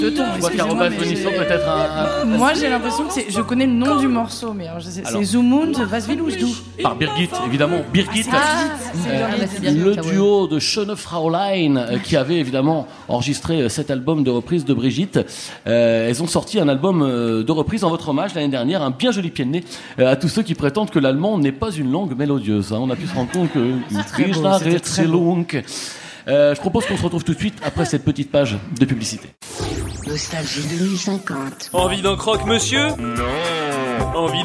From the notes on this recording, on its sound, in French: Enregistré en public à la Gaîté Lyrique.